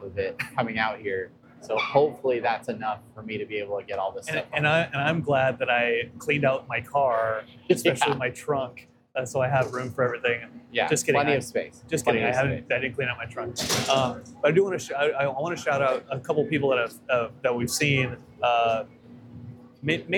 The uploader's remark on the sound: SDCC On-Location. We were in San Diego for Comic Con, we set up a camera and some mics and holy hell we were there doing things!